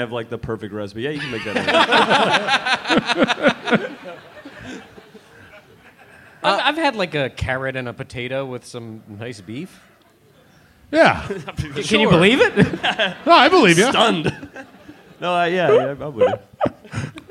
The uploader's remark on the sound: Plus, a live edition of the Wiger Challenge. Recorded live at Cobb's Comedy Club for SF SketchFest.